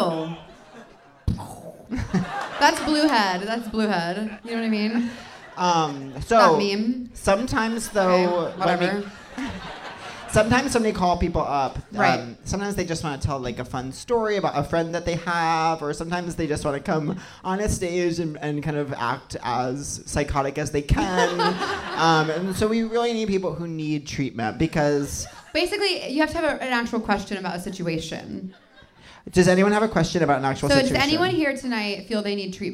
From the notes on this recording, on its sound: Seek Treatment Live: Teragram Ballroom. Answer more letters for help live in Los Angeles.